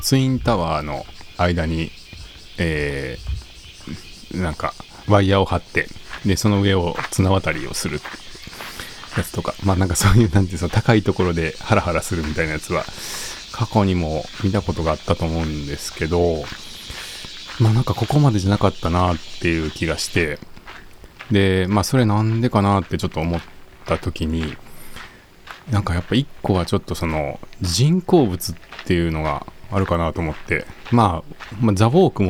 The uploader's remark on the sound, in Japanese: 公園や森の収録。015夜の公園はヤンキーよりもセミが怖い。